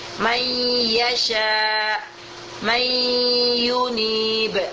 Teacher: Tak didengungkan ianya, yang dengungkan hanya nunnya. · Term: idgham naqis